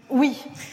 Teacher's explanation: un oui un peu plus marqué, un peu définitif, presque solennel, avec une petite fricative finale d'ailleurs, un wish.